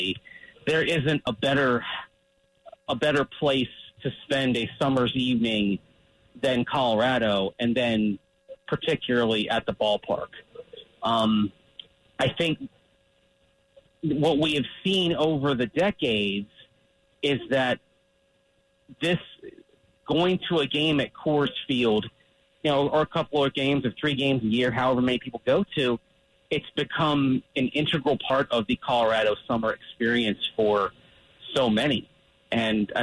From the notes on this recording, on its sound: hops on the line live from Coors Field